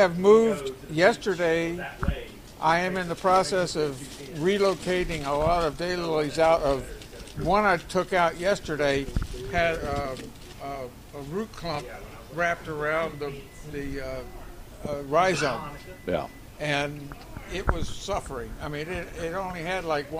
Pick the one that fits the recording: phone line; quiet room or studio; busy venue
busy venue